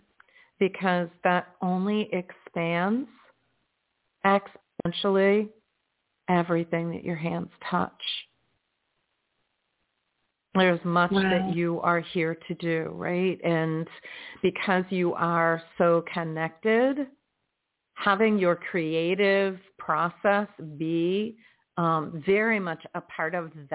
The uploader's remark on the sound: in response to callers' questions